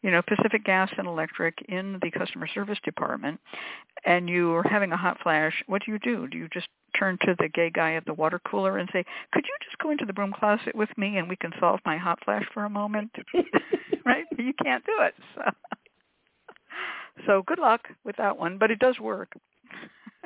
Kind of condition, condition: link, phone line